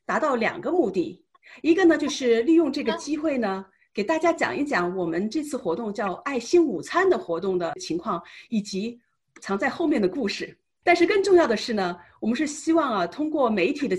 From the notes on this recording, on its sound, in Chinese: 西雅图“爱心午餐”新闻发布会。这是4月13日我在线上主持的一场新闻发布会的录音。